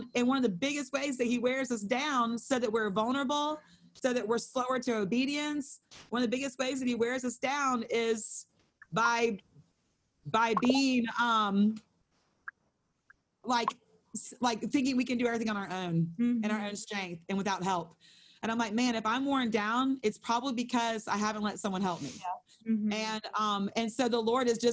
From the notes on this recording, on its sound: held over zoom